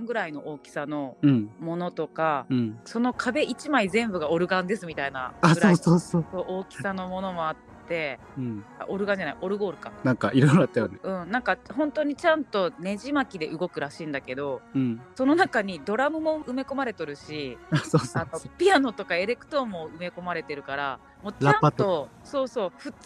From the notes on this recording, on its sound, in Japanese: 六甲ミーツアートに行っていきました〜。初のお外収録。生で撮ったネイチャーなジングル。